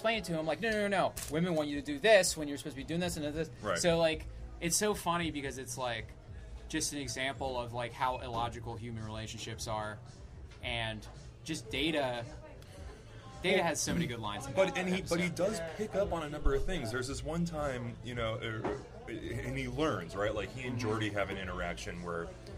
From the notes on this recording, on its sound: at My Father’s Place before an open mic